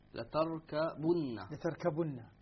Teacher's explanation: أبو عمرو ونافع وابن عامر وعاصم يقرؤونها بضم بضم الباء